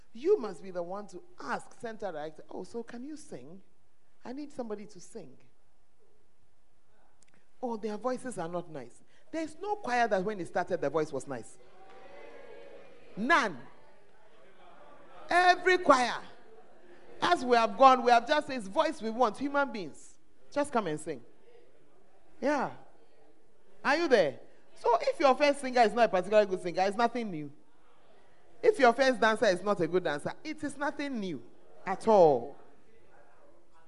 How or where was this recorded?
live audience